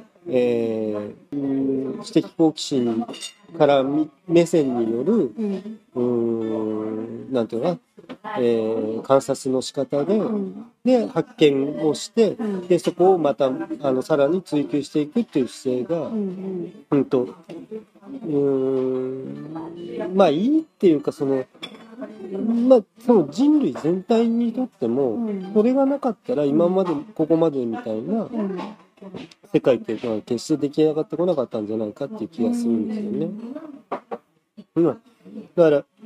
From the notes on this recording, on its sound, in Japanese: 外食店内の収録なので環境音が入ってお聴きづらいと思いますが